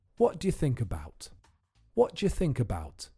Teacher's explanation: What do you is contracted in regular speech to whatja